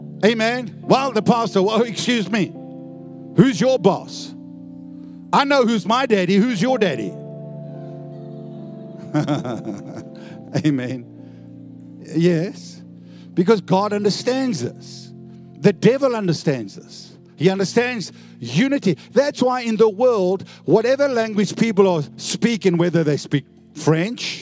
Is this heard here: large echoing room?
yes